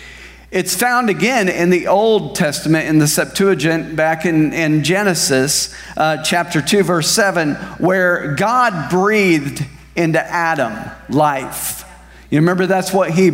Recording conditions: large echoing room